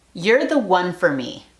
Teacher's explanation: one en realidad está haciendo sonido de consonante. Es como si fuera una W